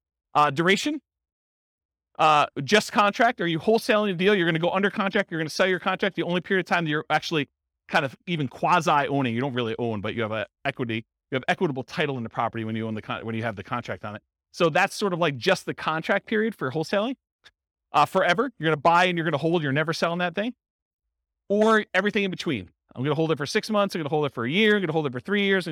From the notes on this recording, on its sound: This was a live class recorded to give investors a solid qualitative overview of all the different real estate investing strategies. San Antonio, Texas.